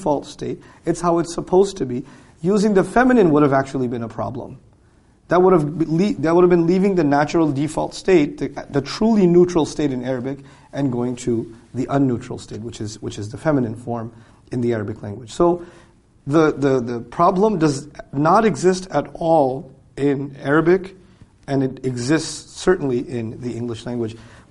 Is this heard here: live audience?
yes